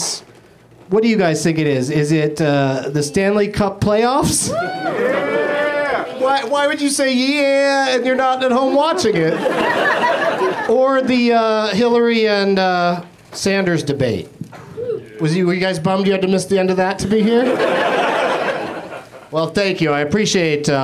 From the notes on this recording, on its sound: Live from the UCB Franklin